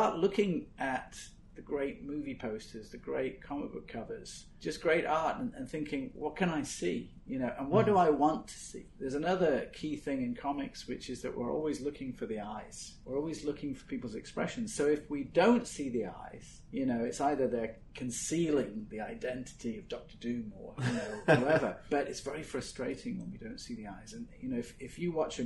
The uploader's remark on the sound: letting us record in their store!